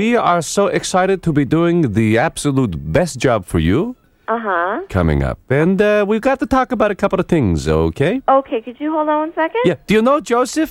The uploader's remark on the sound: prank phone call